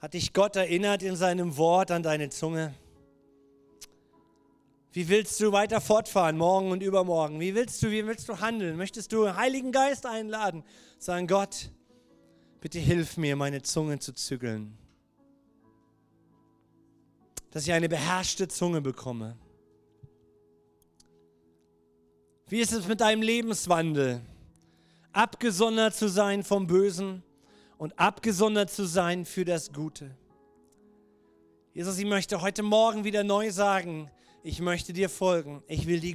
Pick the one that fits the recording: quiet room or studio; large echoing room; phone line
large echoing room